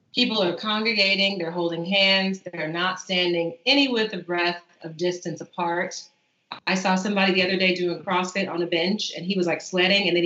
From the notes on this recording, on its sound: Currently trapped in San Francisco! Please excuse the wonky sound - we’re on Skype and it’s QUARANTIME!